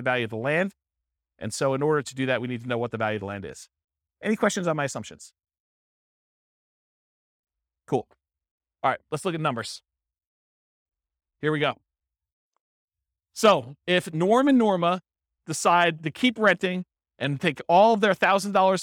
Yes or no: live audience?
yes